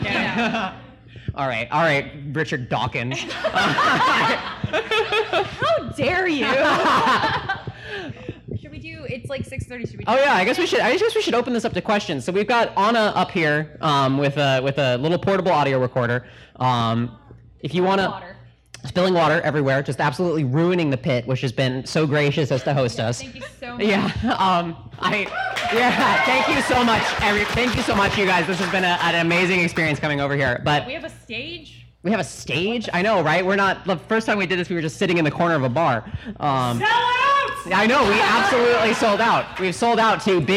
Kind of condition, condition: setting, live audience